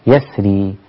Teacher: فإذا جاء بعد الراء ياء خلاص أصبحت مكسورة أصبحت رقيقة